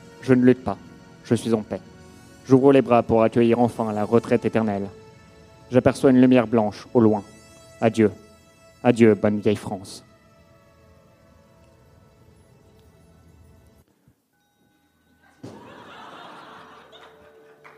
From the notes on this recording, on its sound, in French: Enregistré en direct et en public à l'occasion de la soirée spéciale 100ème du One More Joke.